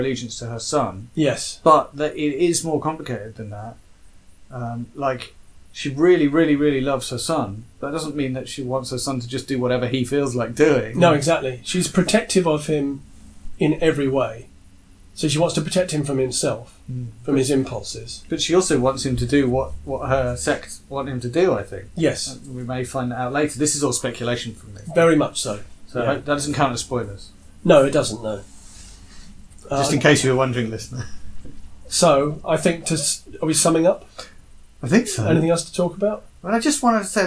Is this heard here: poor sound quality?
yes